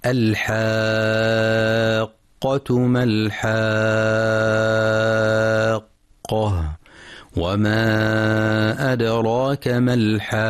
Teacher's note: مد لازم كلمي مثقل يمد بمقدار 6 حركات لأن حرف المد الألف جاء بعده حرف مشدد القاف التي أصلها